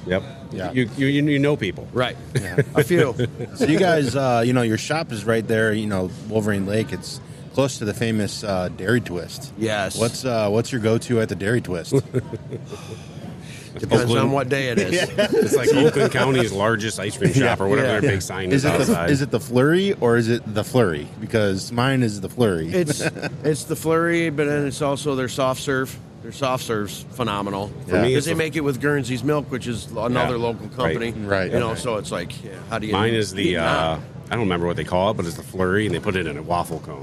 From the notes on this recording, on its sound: We are Live at the Ultimate Fishing Show in Novi, MI at the suburban collection showplace.